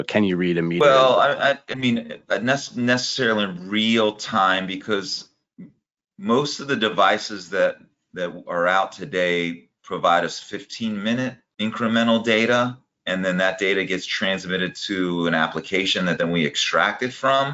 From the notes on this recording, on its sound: This episode is the audio replay from a webinar hosted by HydroPoint Data Systems.